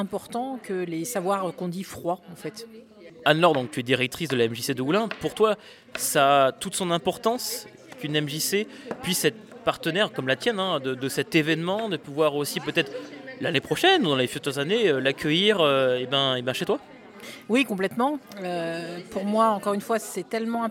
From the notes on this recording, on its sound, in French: Festival "Agitons Nos Idées" Conférences Gesticulées. L’émission de radiophonique, présente sur le dernier jour de festival à la MJC Saint-Just, a rassemblée au micro plusieurs invité.es comme des gesticulant.es programmé.es sur le festival, les organisateur.trices de l’événement ou encore un collectif de clowns !